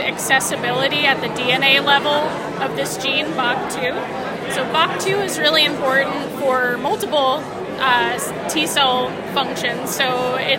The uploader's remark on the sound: recorded during Day 3 of the nPOD 2024 scientific meeting poster session